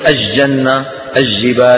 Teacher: فيجعلون اللام في الجبال أو الجنة يجعلونها شمسية